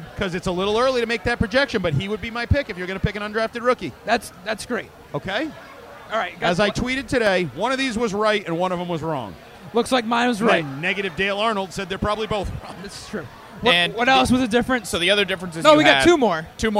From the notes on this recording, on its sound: Episode 1 - Live from Lord Hobo Brewing in Woburn